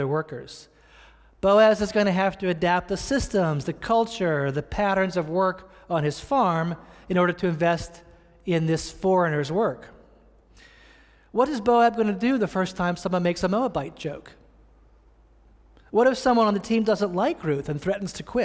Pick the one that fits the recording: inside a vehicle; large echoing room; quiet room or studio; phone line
large echoing room